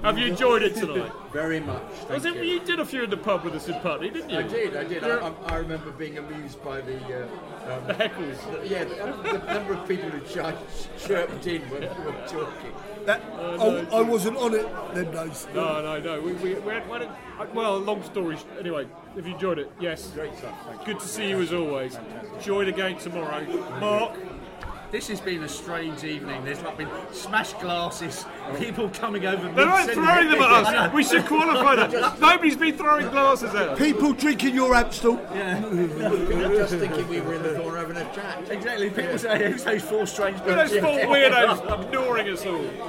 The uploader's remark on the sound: a special FanCast live from the Chelsea Pensioner